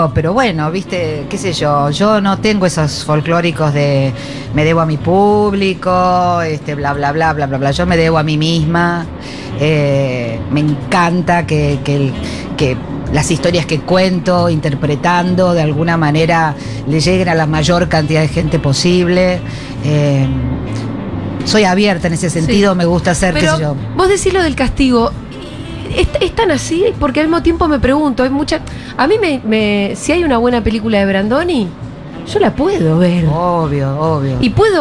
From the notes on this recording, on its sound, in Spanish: Segurola en vivo en Yunta Bar by Futurock FM.